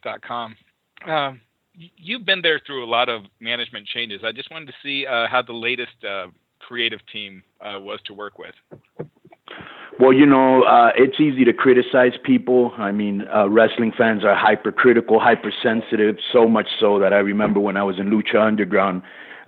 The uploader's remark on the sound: full audio from Impact Wrestling's January 18, 2017 media call